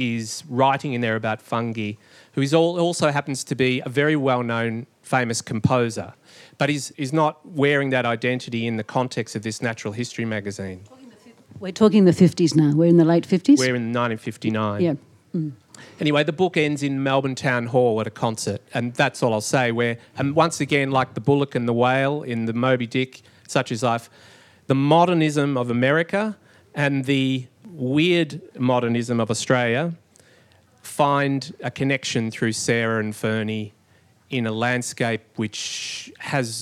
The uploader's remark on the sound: a recording taken from the launch